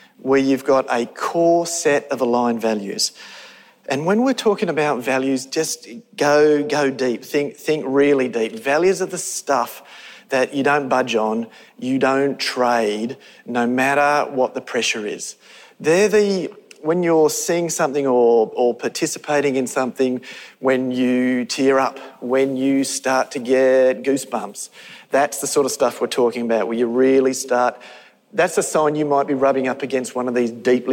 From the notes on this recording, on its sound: Conference presentations from the Victorian Government's Realising the Potential Conference. (from the Realising the Potential Conference). The audio for this session has been generously provided by the Victorian Department of Education and Training.